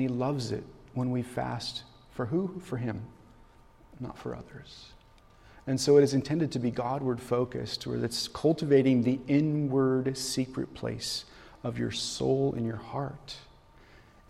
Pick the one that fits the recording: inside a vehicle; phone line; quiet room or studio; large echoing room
large echoing room